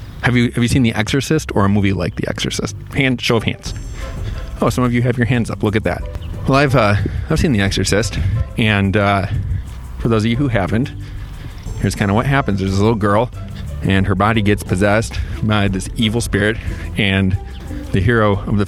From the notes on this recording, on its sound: This podcast-lecture is the recap of class #2, and I did it while I was walking.